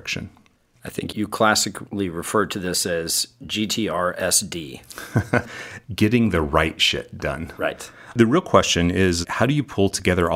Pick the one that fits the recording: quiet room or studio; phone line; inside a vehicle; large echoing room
quiet room or studio